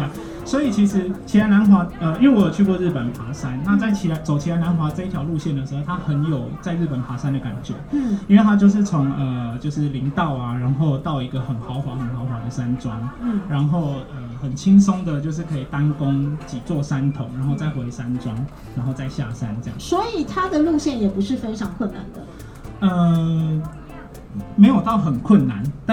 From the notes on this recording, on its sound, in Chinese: 新竹大遠百戶外動起來。現場和觀眾分享及互動的錄音紀錄。因應現場聽眾及來往顧客眾多，收音略有環境音，敬請見諒。